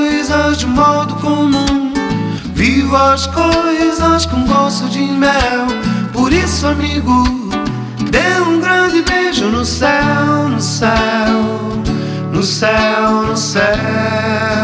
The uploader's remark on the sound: Mix you're about to hear was recorded at Beachouse Ibiza.